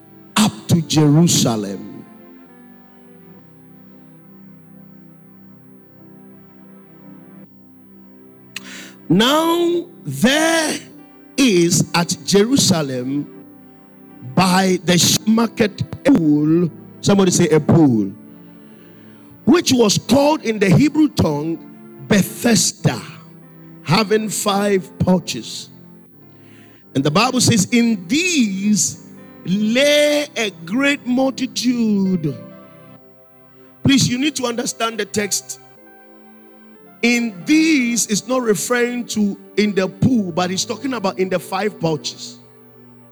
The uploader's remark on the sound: Preached at the Spiritual Emphasis Week (First Quarter), Calvary Baptist Church, Adabraka